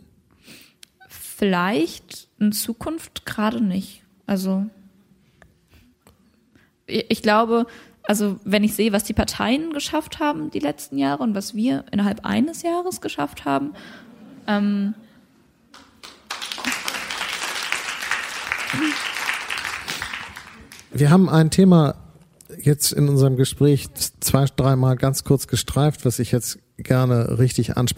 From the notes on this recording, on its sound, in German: Das Gespräch wurde im Rahmen der Veranstaltungsreihe „Unter vier Augen“ am 21. November 2019 am Schauspiel Köln aufgezeichnet.